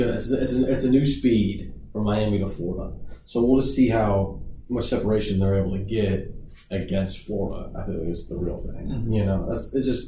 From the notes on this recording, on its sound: Sorry for the poor audio quality in this episode we had problems with the microphone